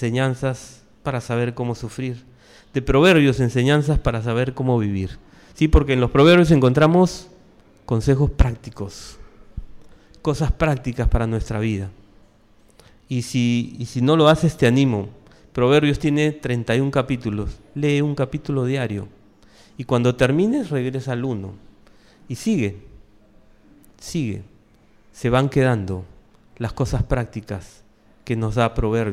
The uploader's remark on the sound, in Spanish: Presentado en vivo el domingo 22 de enero de 2023. Mariscal Sucre 317, Barranco.